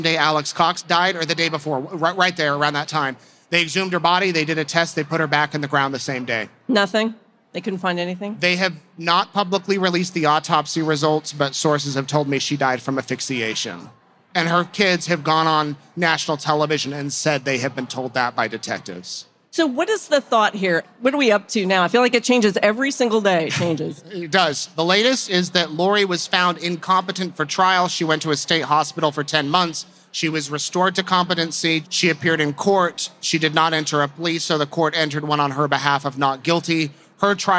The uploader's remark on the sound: This live episode was recorded at CrimeCon in Las Vegas in April 2022.